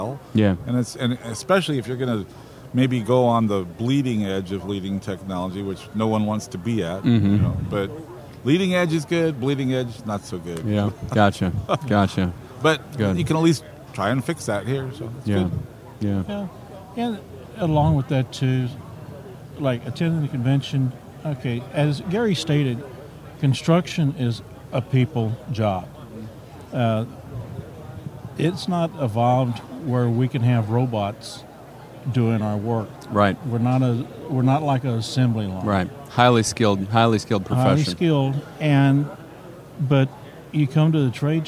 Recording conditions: busy venue